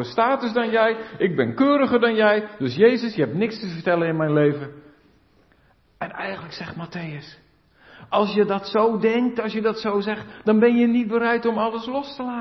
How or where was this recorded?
large echoing room